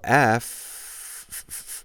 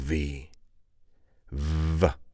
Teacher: We don't use our voice when we reproduce the sound of an F. But if we add our voice to it, it becomes a V · Shown in: second take